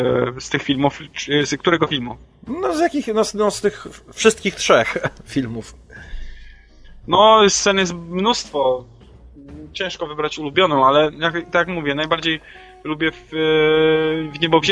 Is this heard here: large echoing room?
no